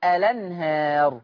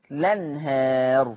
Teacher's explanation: يبقى لو أنا حطيت همزة الوصل هقول ألنهار، شلت همزة الوصل هبتدي باللام فتصير لنهار